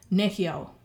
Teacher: It's three syllables and the emphasis is on the first syllable because that's the third last syllable.